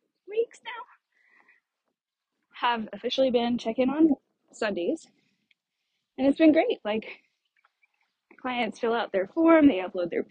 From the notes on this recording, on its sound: I recorded this episode while on a walk in my neighborhood and the audio starts out a little broken-up but it does get clearer about 2 minutes in!